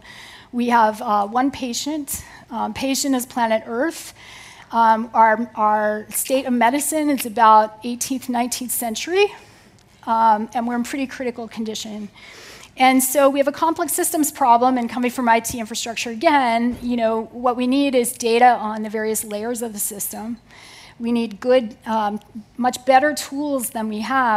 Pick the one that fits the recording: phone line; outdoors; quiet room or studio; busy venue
busy venue